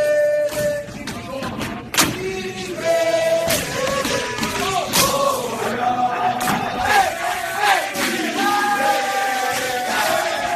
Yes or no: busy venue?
yes